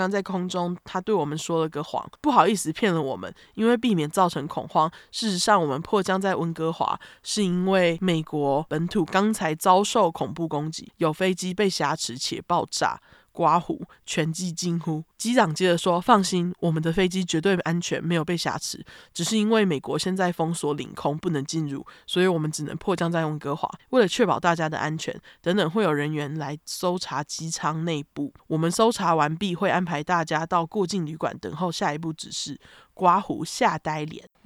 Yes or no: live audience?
no